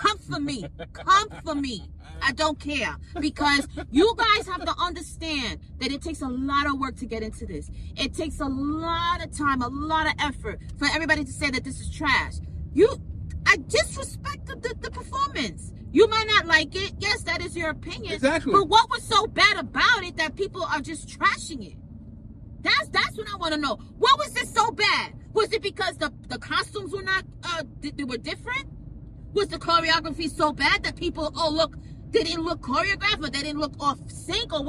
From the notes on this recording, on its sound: Welcome to School Commute Convos where we have conversations about random topics while driving our children to school.